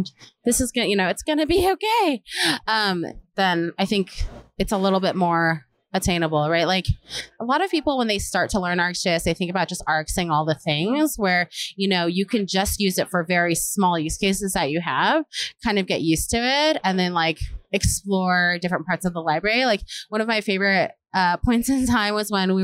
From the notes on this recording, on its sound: React Round Up at RxJS Live. Continues interviewing speakers at RxJS Live.